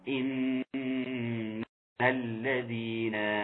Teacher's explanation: لازم الصوت يطلع من الخيشوم ونسمعها غنة